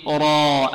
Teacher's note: الراء ماذا حكمها هنا؟ تفخيم، لماذا؟ لأنها مفتوحة